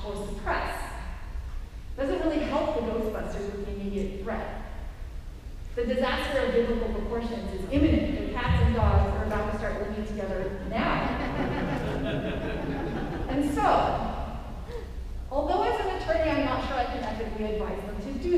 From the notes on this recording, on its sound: Records live at San Diego Comic Con Special Edition!